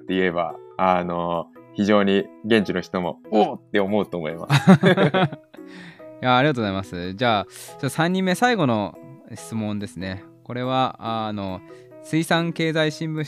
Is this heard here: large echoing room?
no